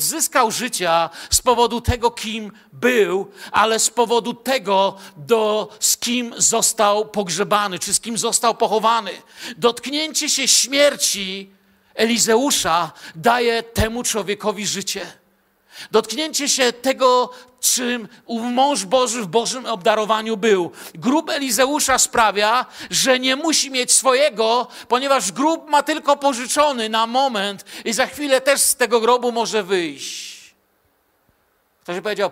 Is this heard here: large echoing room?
yes